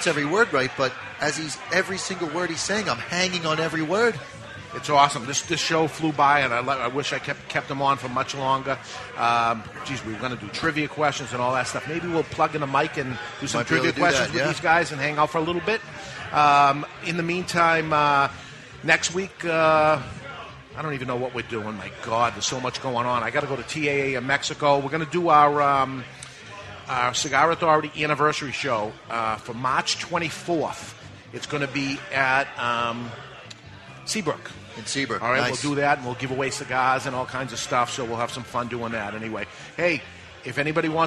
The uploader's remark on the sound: Live from The Cigar Bar in Worcester, MA for this year's big NERF!